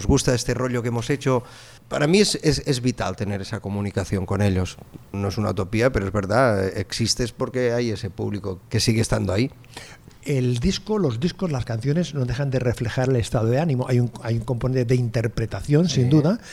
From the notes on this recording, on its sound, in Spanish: grabación realizada en la Bodega Coca de Sabadell